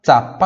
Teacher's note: esse Z tem som de TS também